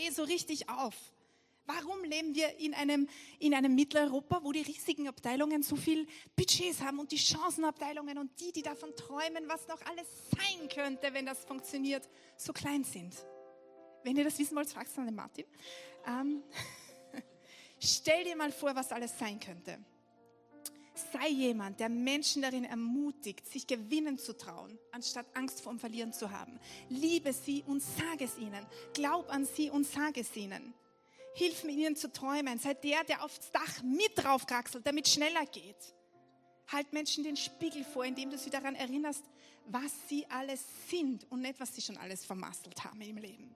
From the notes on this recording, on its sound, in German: Gottesdienst live aus der LIFE Church Wien.